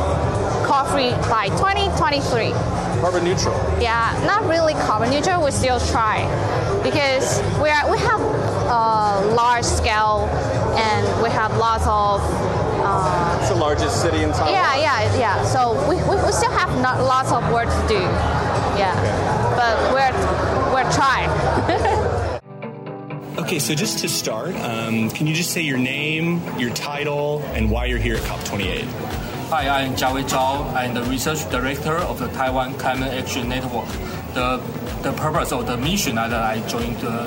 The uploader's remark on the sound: Live from COP28